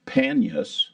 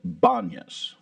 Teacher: Because the people in the Middle East can't pronounce the phonetics of the letter P, what they say is B. They can't pronounce a P. So instead of Panyas, they call it Banyas with the B sound. · Shown in: second take